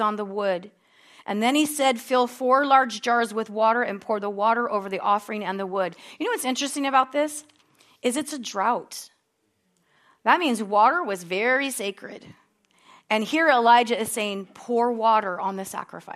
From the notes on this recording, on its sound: At Harvest Bible Church in Stockton, California.